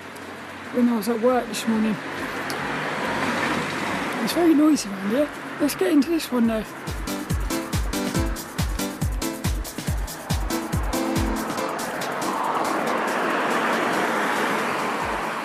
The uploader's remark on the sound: This 'About The Tings' episode was a walk and talk around the squirrel park